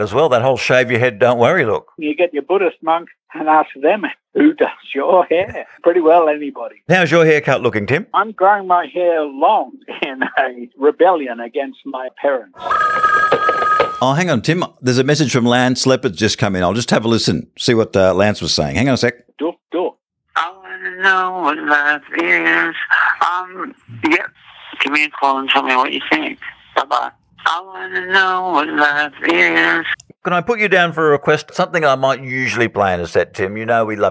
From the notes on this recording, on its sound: on the Bungaphone